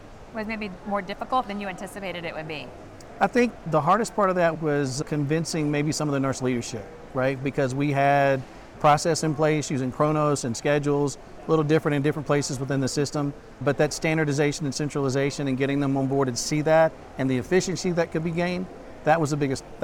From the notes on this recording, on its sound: live from the 2023 CHIME Fall Forum